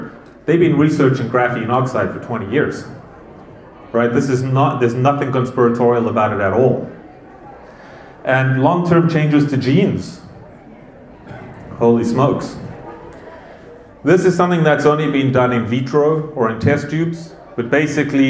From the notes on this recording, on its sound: This was a live presentation I did at the Whole Health Fair with our local community.